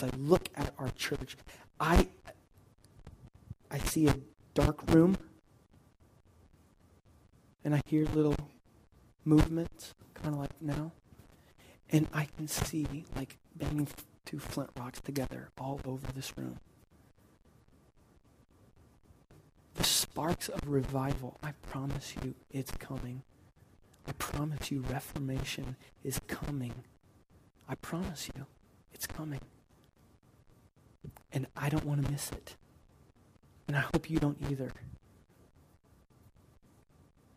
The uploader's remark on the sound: Unfortunately, we had yet another technical malfunction as you will quickly notice as soon as you hear the audio.